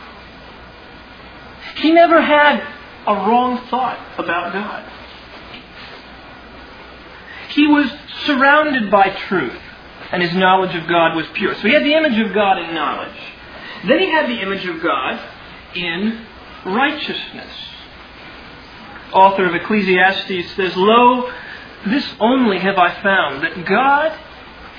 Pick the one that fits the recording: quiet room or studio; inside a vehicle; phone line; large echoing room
large echoing room